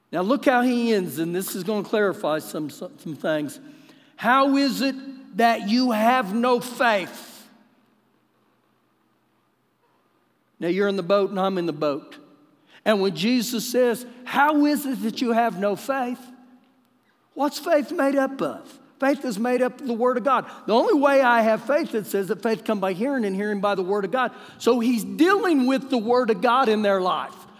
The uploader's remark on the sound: Recorded live during our Wednesday night service